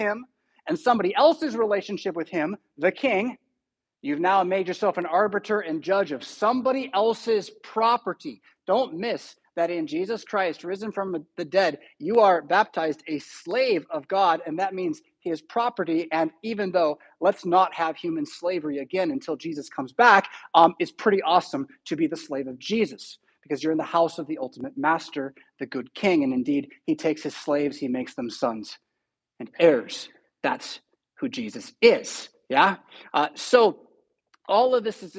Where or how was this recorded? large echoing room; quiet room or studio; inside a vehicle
large echoing room